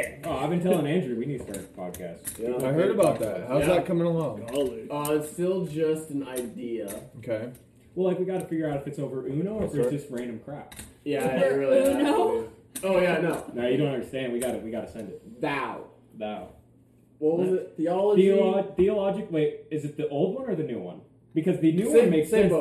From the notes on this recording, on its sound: The audio is dialed back a bit, but the guys set cameras to record a beginner level of poker!